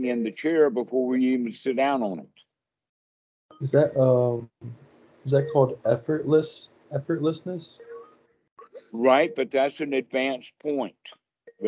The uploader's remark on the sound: skype calls